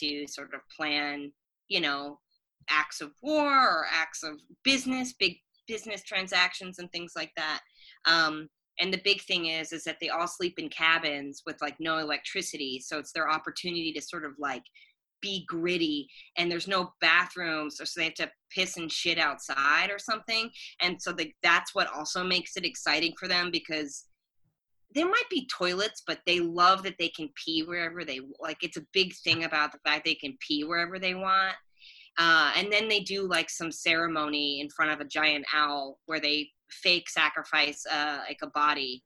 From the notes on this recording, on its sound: Recorded via Zoom